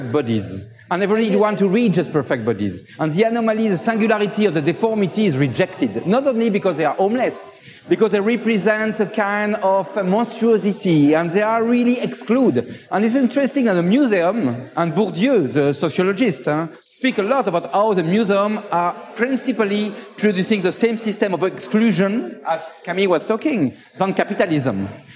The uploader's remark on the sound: Part of "Next Up", Archinect's first live-podcasting event series, hosted at the Chicago Cultural Center during the Chicago Architecture Biennial's opening weekend.